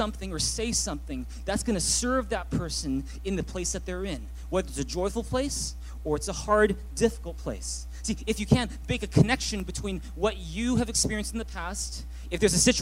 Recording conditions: large echoing room